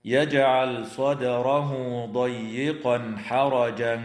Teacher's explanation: ويظهر التنوين عند الحاء في قوله تعالى ضيقا حرجا